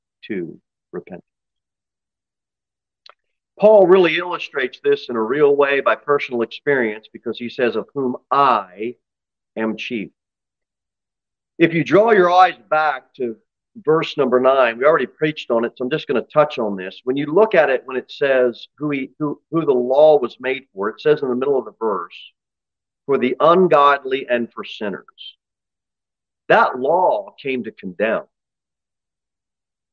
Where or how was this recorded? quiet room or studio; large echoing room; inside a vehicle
large echoing room